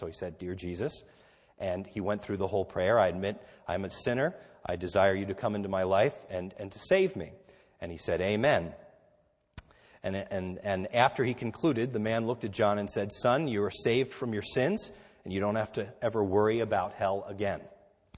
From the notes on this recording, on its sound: This is a sermon recorded at the Lebanon Bible Fellowship Church, in Lebanon, PA, on 12/31/2013 during our New Year’s Eve service